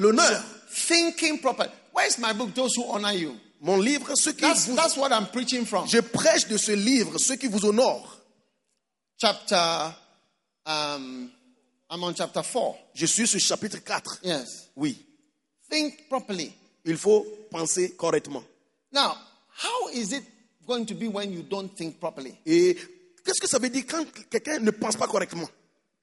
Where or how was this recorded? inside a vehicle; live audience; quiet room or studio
live audience